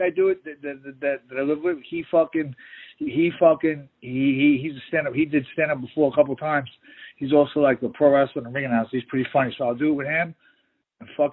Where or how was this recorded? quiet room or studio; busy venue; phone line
phone line